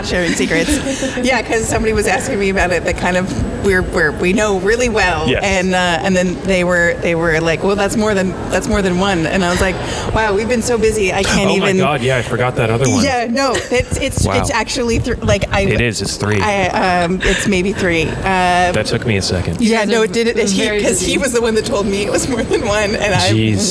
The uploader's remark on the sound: Live From ACSA. Join us on the tradeshow floor to share their ACSA experiences.